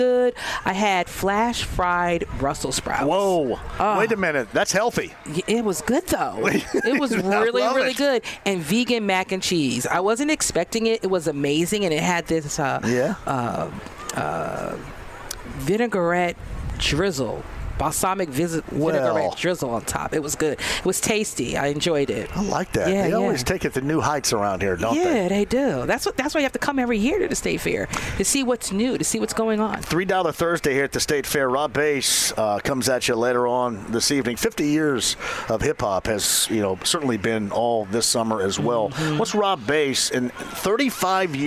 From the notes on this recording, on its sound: Live From The Indiana State Fair! Taking some calls from listeners of the show!